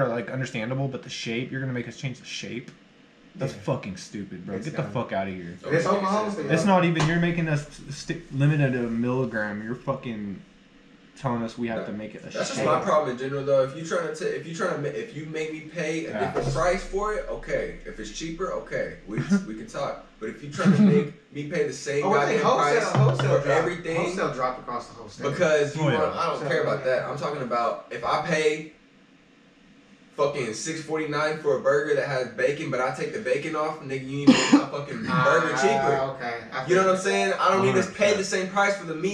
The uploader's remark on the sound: Dont hate us for the audio! We've updated our microphones since recording this episode.